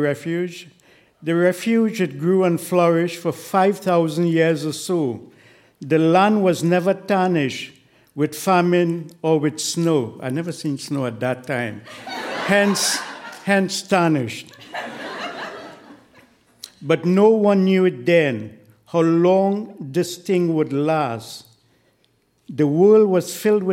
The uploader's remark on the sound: Recorded live at the Royal Cinema in Toronto in partnership with The Word on the Street Festival.